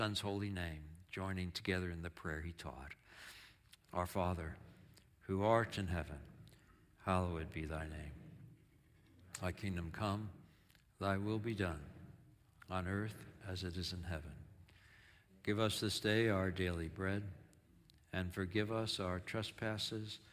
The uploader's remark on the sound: Audio of our worship service on 8/20/23. Streamed live on video from our campus in Westlake Village, CA.